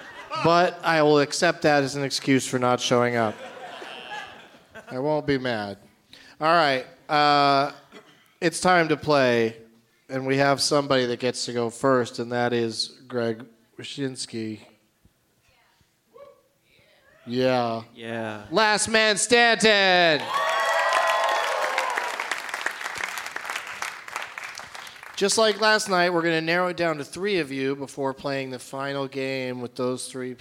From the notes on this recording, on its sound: Live from the Gramercy Theatre in New York City